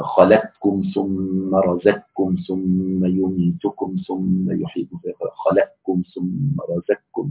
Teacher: خلقكم ثم رزقكم يدغم القاف في الكاف · Term: إدغام المتقاربين